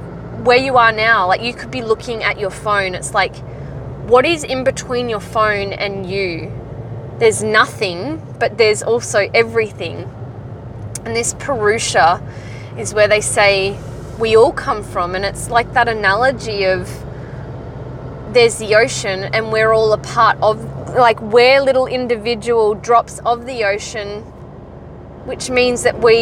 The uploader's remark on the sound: Her first recording, completely raw and she talks to you on her drive home from work.